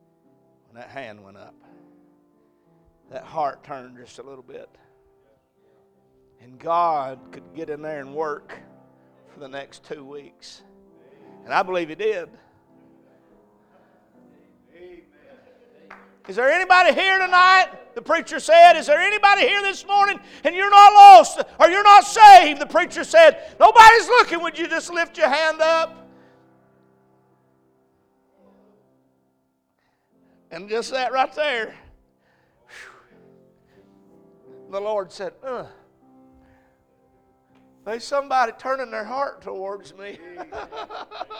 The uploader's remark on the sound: A message preached at Crossroads Baptist Church.